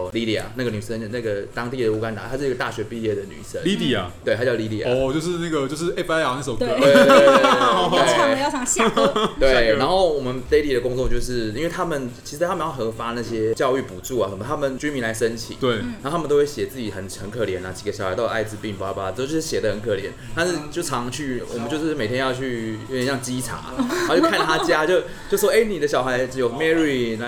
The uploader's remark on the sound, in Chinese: 本集白噪音指數：微風級 2/5。錄音地點：印度咖哩吧 - Curry Lounge。